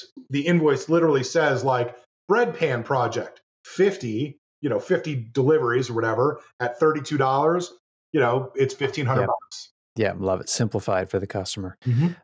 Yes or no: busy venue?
no